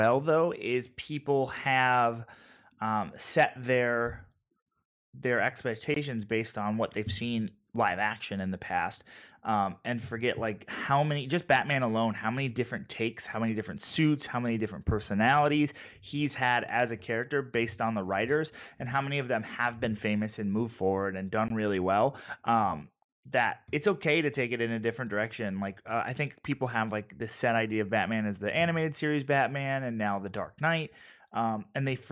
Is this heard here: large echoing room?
no